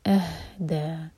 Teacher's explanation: حمزہ کو ہا سے جوڑیں گے اور یہ ہا سینے سے نکلتا ہے، اہدا، کیونکہ ہم یہاں پر رک رہے ہیں تو دا صرف دو حرکہ ہوگا.